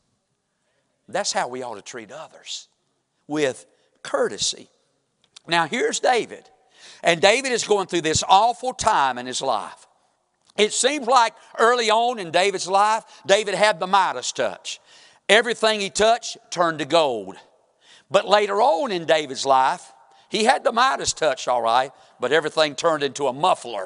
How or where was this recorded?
large echoing room